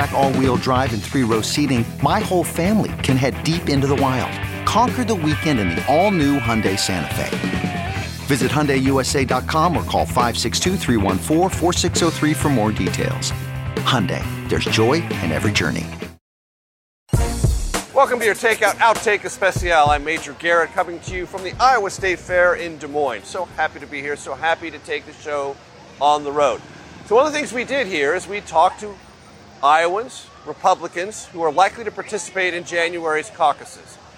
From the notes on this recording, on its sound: Live from the Iowa State Fair.